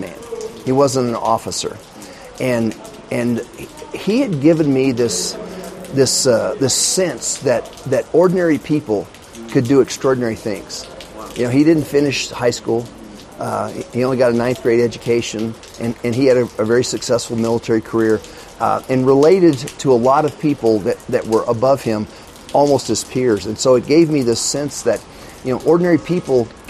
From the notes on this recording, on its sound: This recording was done from back of the hall where the Catalyst camp was held. The audio has been affected as you will hear by the surrounds of heavy rain on one side and people on the other.